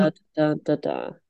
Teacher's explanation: We want it to be two trochees. Like a stress, unstressed, stress, unstressed